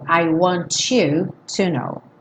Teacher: uma palavra terminada em T seguida de um you pode soar to